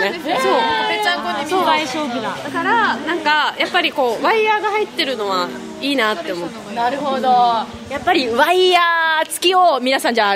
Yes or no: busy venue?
yes